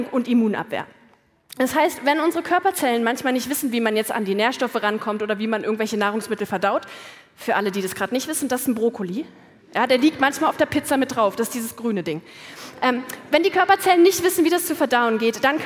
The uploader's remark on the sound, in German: Hört hier ihren Vortrag vom Meisterschaftsabendvon der großen Bühne.